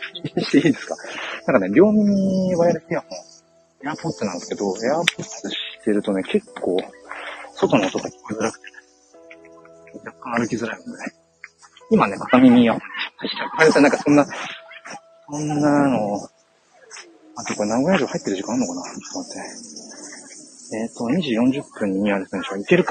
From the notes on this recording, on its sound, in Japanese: Live 人生初の名古屋城へ向かいながら。